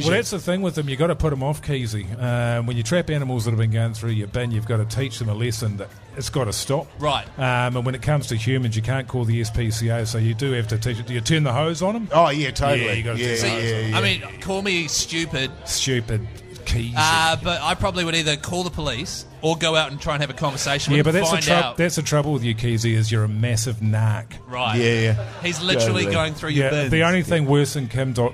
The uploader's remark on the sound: The Big Show LIVE. LIVE at Shining Peak Brewing.